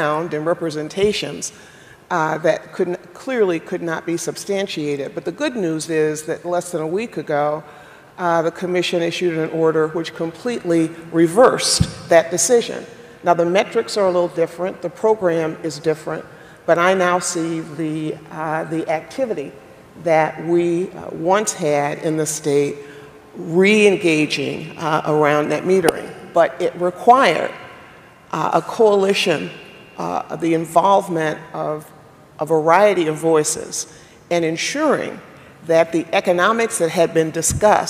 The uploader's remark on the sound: The best of live interviews from GreenBiz events.